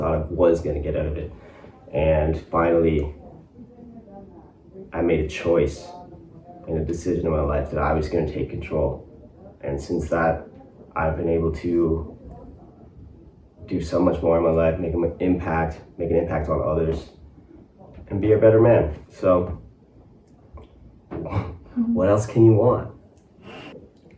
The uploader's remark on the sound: bad audio